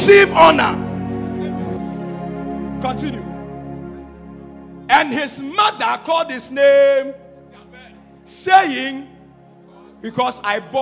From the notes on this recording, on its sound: Preached at Royalhouse Chapel - Ahenfie